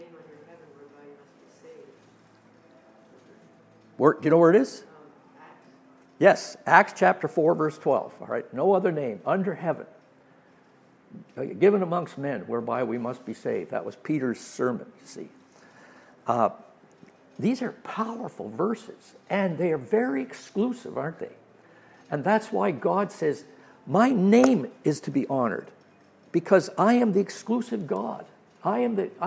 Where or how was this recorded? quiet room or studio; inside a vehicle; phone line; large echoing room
large echoing room